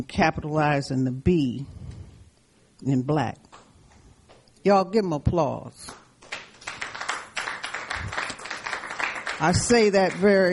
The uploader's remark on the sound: Kick off the panel discussion event. This episode was recorded on Wednesday July 15, 2020 in the Lawndale neighborhood of Chicago at a Town Hall Meeting and Live Panel Discussion.